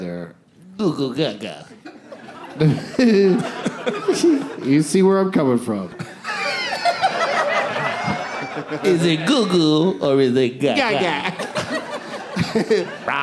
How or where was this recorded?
live audience